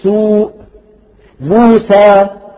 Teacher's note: الواو المدية والياء المدية مخرجها الجوف · مثال، أعطونا مثال، مثلا كلمة سوء، موسى، لاحظتم؟ هذه واو مدية جاءت ساكنة وقبلها مضموم